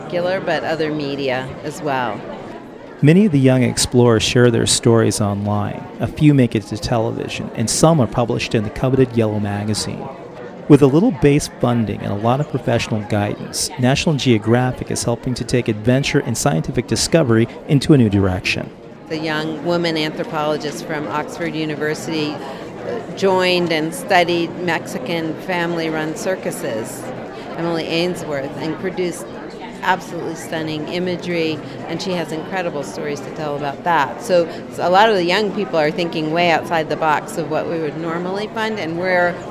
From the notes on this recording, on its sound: During the Banff Mountain Film Festival in a conference room at the Banff Centre in Alberta, Canada aspiring young explorers learn the ropes of turning their dreams of adventure into an assignment for National Geographic.